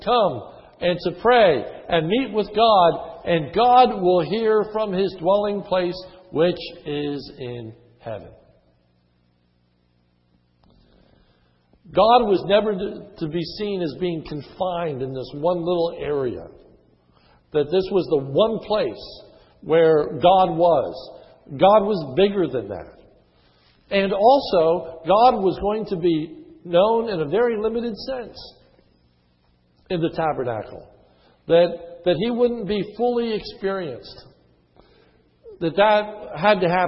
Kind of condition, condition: setting, large echoing room